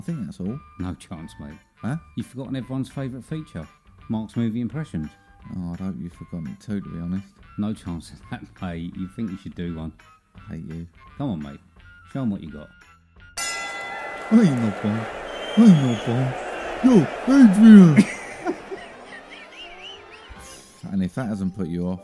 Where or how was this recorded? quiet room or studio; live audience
live audience